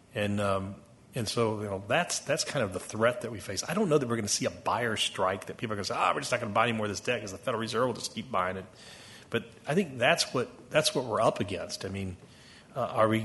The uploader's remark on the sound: Closing Keynote. Conference Audio.